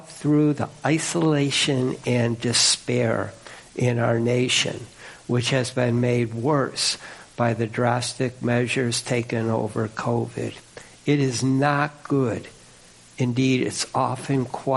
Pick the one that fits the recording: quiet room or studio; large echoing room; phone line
large echoing room